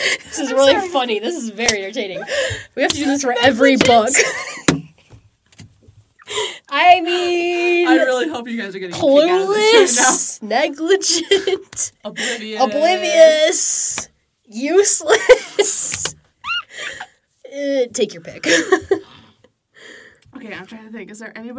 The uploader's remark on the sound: consider this a warning headphone listeners, we get loud in this episode.